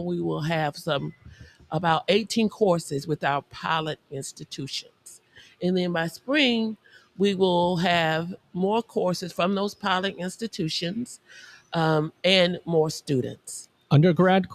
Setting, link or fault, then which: setting, busy venue